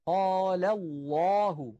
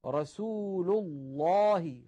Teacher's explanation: تفخم لام لفظ الجلالة التي هي كلمة الله إذا سبقت بفتحة أو بضمة، نحو قال الله، هنا لفظ الجلالة سبق بفتحة، رسول الله، · Term: تفخيم لام لفظ الجلالة